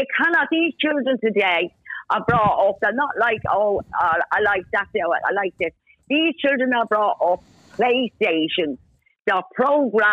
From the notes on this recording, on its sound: A woman phoned in to tell us that she shoplifts for parents for their kids for Christmas. She really divided people, and WW3 erupted live on air...